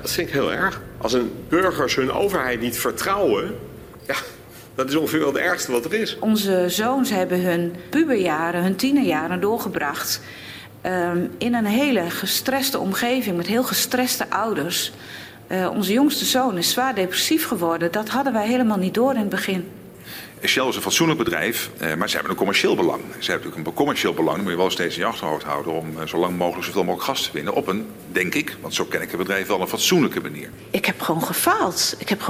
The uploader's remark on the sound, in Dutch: In de voormalige strokartonfabriek De Toekomst in Scheemda is een speciale editie van podcast Naschokken van Dagblad van het Noorden op het driedaagse festival Grasnapolsky opgenomen. In een live-uitzending. Met publiek van het Grasnapolsky-festival.